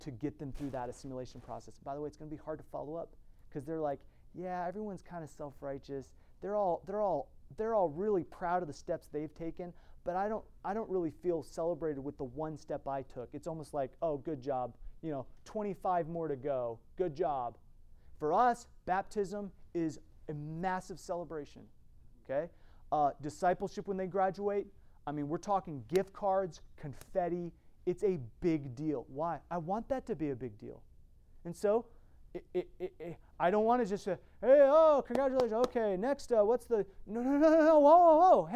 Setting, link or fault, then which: setting, large echoing room